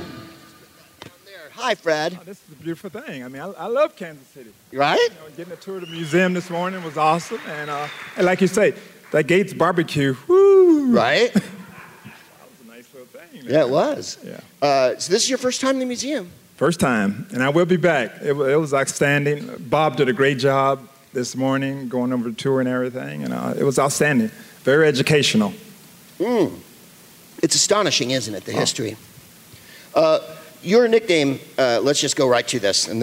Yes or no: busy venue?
yes